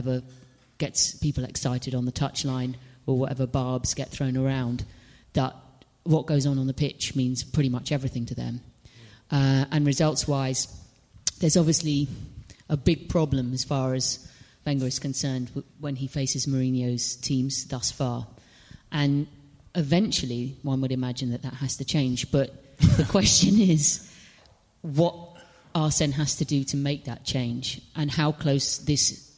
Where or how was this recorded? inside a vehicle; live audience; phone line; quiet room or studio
live audience